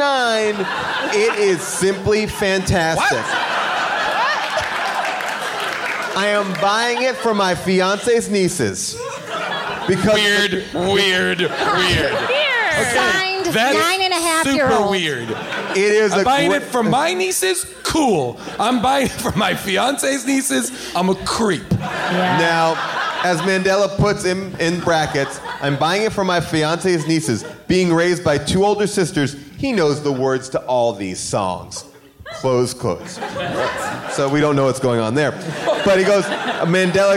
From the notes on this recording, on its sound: Recorded LIVE at Largo in Los Angeles